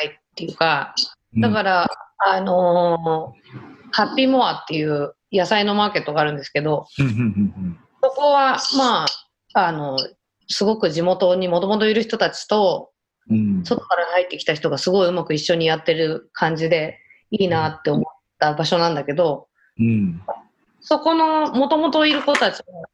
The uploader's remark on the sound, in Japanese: 今回の収録はビデオ会議サービス「ZOOM」を使用し。一部聞き取りづらい箇所があります。